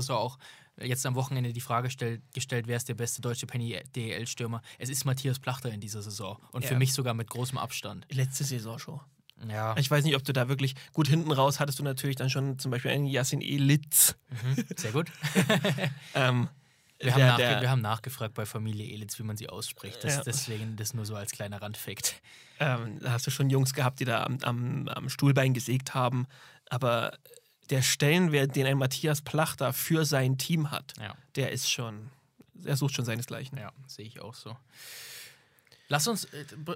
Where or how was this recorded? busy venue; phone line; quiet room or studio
quiet room or studio